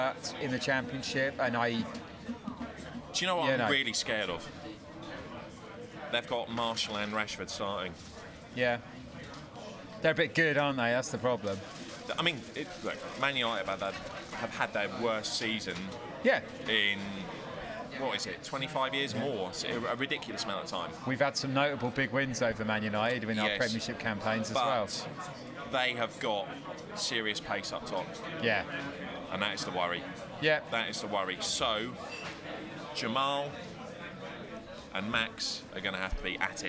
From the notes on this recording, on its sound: Live from the game.